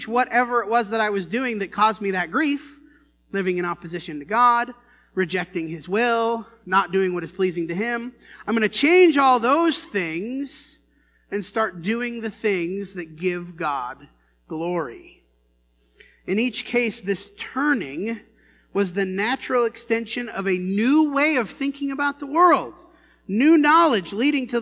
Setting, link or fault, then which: setting, large echoing room